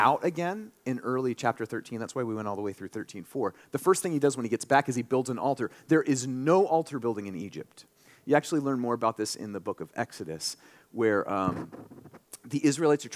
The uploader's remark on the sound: this sermon during our March 19, 2023, Sunday worship service